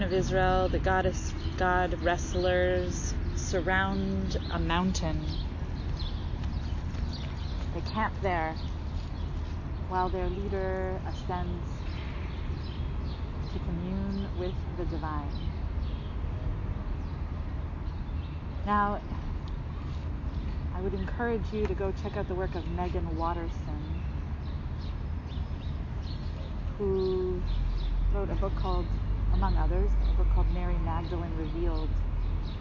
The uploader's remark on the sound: The volume of the audio rises and falls because of some background noise (I recorded in a park this morning).